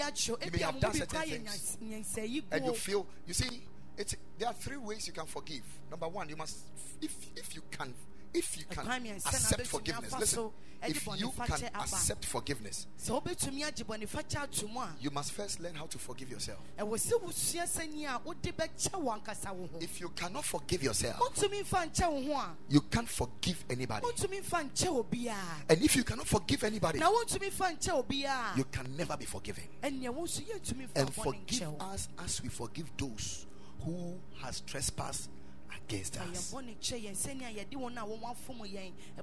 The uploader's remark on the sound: Preached at Ekklesia Chapel